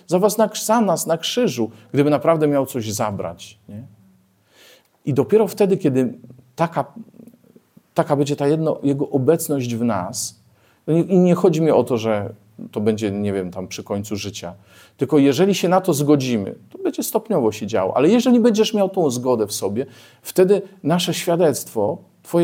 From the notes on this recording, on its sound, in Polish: Liturgii Słowa nagranej w Bojanie podczas spotkania Koinonii